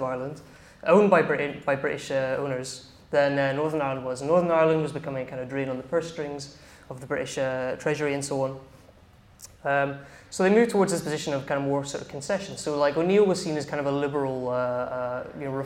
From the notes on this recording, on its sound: In this talk from Revolution Festival 2019